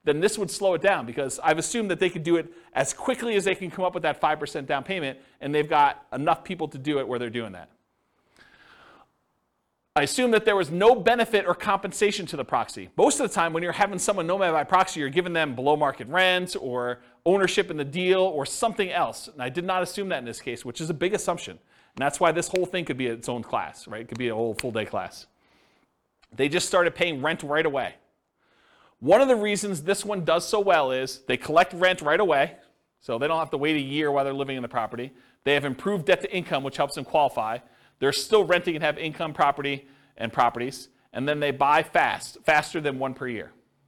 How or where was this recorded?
live audience